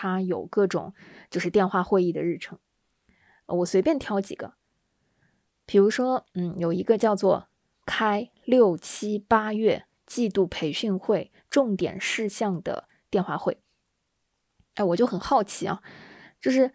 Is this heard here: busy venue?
no